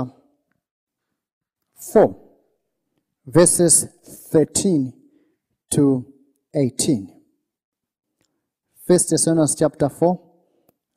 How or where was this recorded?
live audience